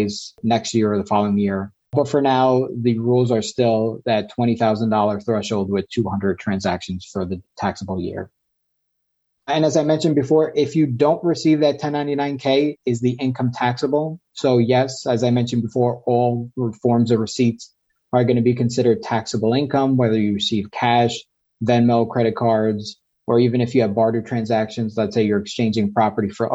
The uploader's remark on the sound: This episode is the audio version of a webinar.